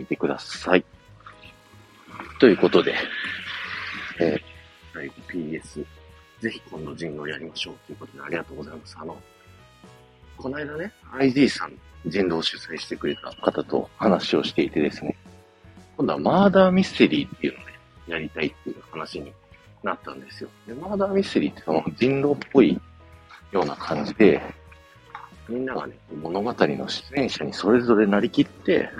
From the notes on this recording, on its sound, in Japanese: 駅に向かってる最中に録ったので音質悪いです